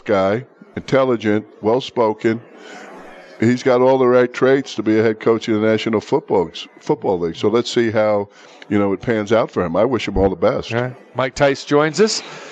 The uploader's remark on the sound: Live from the Super Book at Westgate Las Vegas